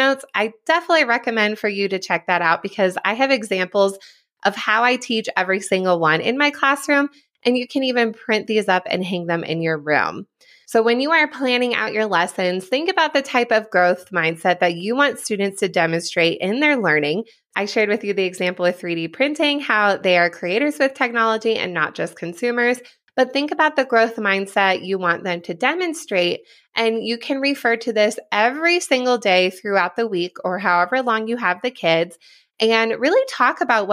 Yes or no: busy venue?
no